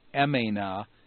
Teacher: with the dropping of the sigma, the vowel lengthens from an epsilon to a diphthong epsilon iota. Emena, meaning I remained.